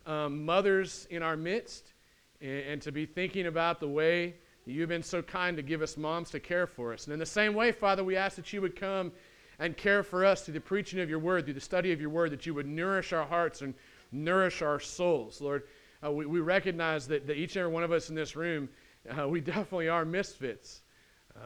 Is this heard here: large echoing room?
yes